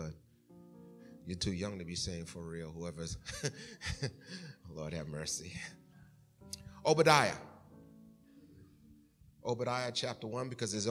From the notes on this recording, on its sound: Recorded at the 11:30am Service on 2017-06-11.